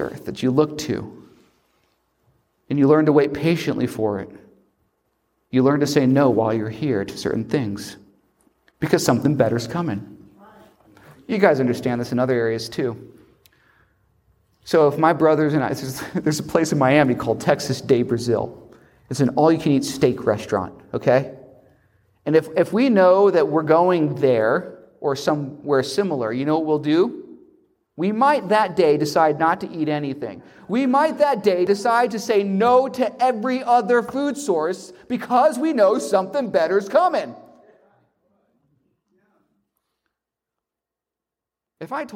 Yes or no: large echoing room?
yes